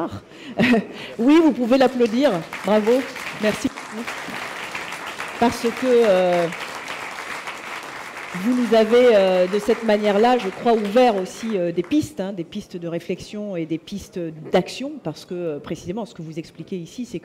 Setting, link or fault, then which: setting, busy venue